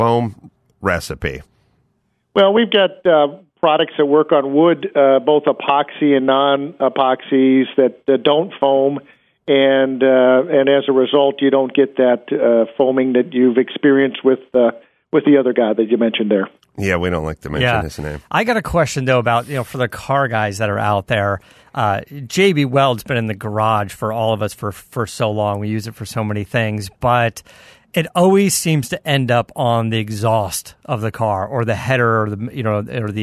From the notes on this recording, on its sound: jumping on the phone